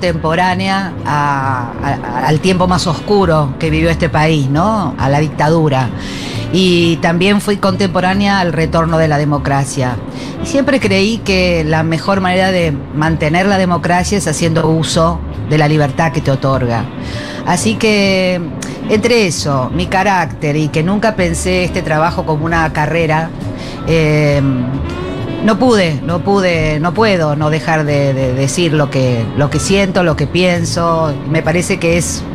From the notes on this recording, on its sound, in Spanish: Segurola en vivo en Yunta Bar by Futurock FM.